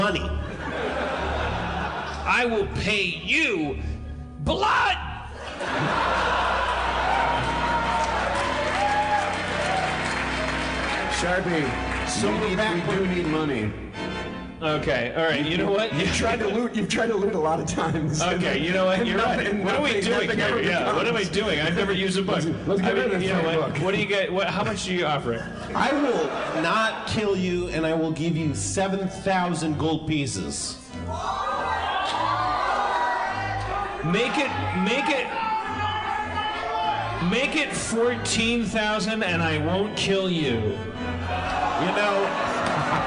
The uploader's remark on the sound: Harmontown is live from Chicago. A live organist!